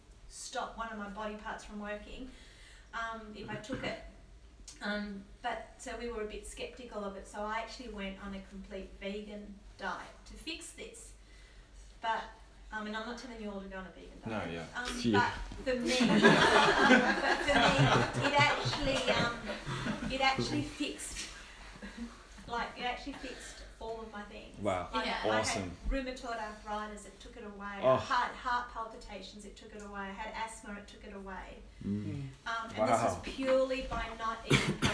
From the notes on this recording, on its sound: We have an open discussion/Q&A on mental health issues. Sorry for the audio quality/volume.